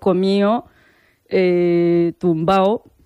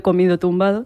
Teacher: la pérdida de la D intervocálica en los participios · Shown in: first take · Por ejemplo, comío, tumbao.